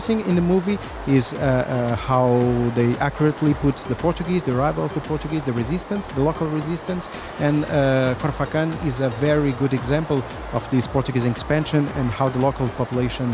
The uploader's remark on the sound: Live from SIBF 2023